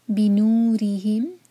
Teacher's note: را کے نیچے کسرہ، را باریک